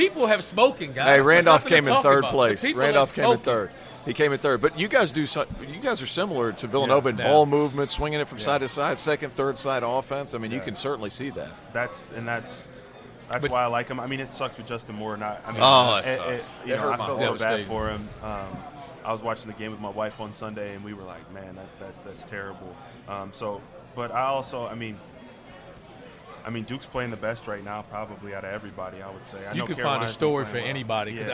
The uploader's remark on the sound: AFTER DARK live from New Orleans!